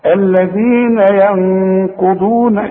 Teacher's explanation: النون دي اللي بعد الياء لازم تغنها، ما تقولش ينقضون وتضيعها. · Term: نون ساكنة